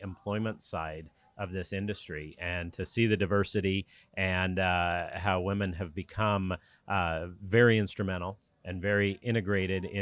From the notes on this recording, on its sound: In this interview we come to you live from the Sanctuary Cove Boat Show on the Gold Coast, May 2022. In this interview we come to you live from the Sanctuary Cove Boat Show on the Gold Coast, May 2022 .